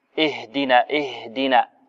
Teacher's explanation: هو جريان النفس، فالهاء لابد أن يجري مع النفس، واللفظ باهدنا هنا لم يهتز فيه الوتران الصوتيان، وإنما هو لأن الهاء تخرج من بين الوترين الصوتيين مع الهمس